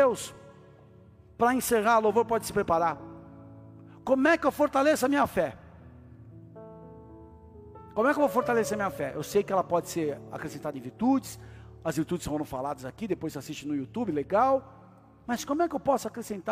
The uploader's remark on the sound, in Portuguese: Áudio extraído do culto do dia 12 de Maio de 2023.